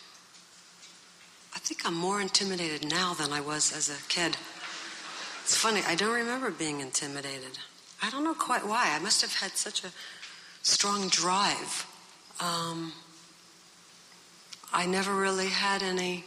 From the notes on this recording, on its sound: recorded at the Academy of Achievement's 1992 Summit in Las Vegas, Nevada